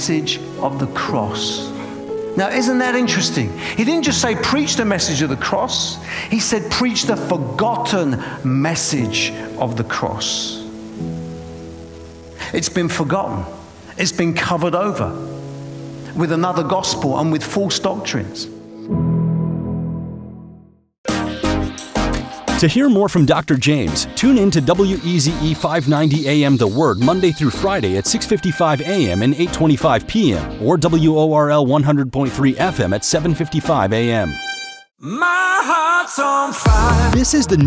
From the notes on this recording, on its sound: preaching at a Church in Boston.